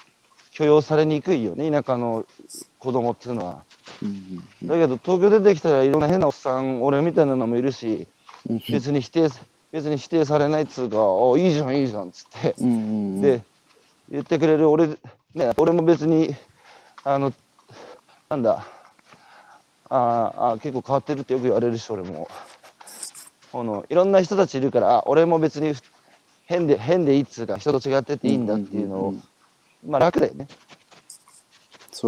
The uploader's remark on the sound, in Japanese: 歩くラジオ。歩きながら1時間、対談する。